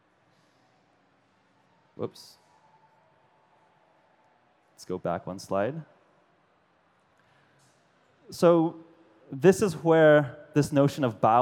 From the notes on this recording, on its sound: To a large audience at the popular World's Fair Nano. World's Fair Nano Speech.